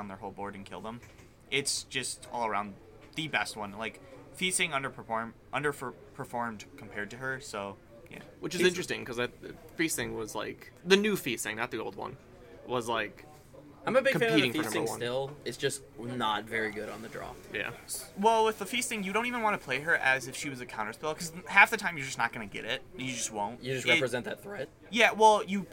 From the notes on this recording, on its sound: We had to film this one on the go and not in our super expensive and really real $100k recording booth so excuse the background noise.